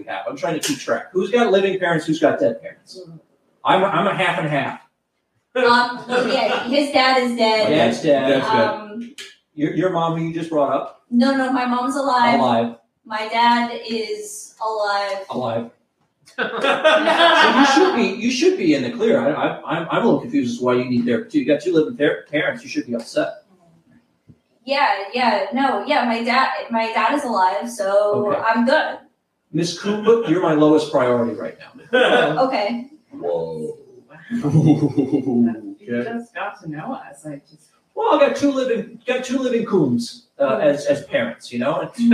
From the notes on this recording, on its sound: LIVE from Under St.